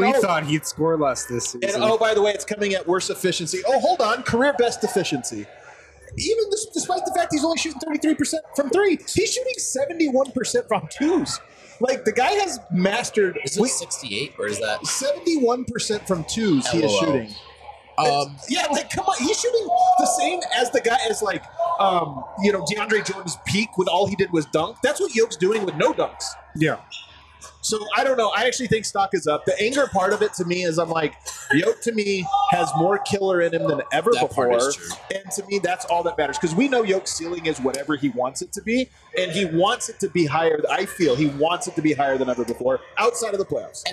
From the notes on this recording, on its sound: Live from the Basketball Social House in Denver.